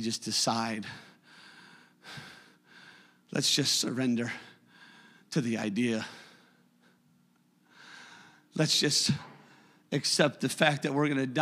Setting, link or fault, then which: setting, large echoing room